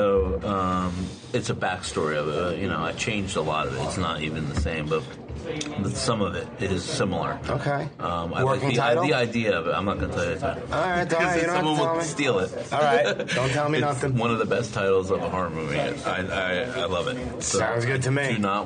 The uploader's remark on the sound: I met him at a quiet diner in Somerset, New Jersey